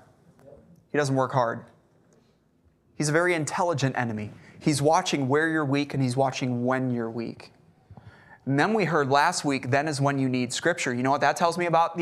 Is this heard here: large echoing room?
yes